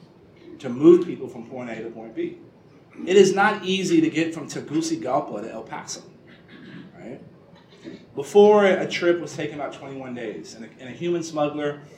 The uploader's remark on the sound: WASHINGTON, DC. In remarks Wednesday morning before a breakfast meeting of The Ripon Society.